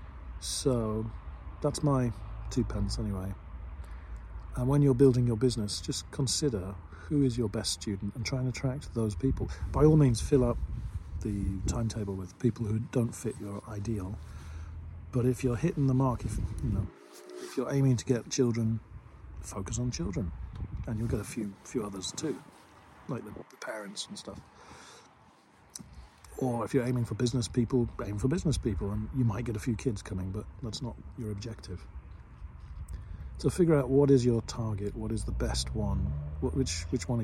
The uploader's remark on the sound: I'm in front of the lake as usual and just in the middle of a bike ride. I just thought i would make a recording where i don't disturb anybody at home or in the office or at the school.